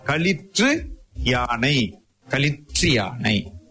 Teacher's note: அதுல இருக்கின்ற ரு என்கிறது யா என்ற ஒளியினுடைய தாக்கத்தினால் ரு யான்றது அந்த களிற்று யானை. களிற்று யானை நிறுத்தாமல் ஒரே வீச்சிலே நாம் கூறுகின்ற பொழுது அது ரி என்று திரிகிறது. குற்றியல் உகரம் குற்றியல் இகரமாக மாறி வருகிறதை நாம் அறியலாம்.